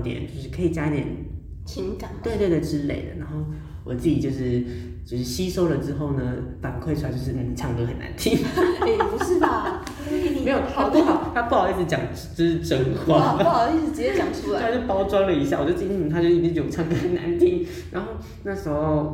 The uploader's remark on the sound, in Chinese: 回音較大，請見諒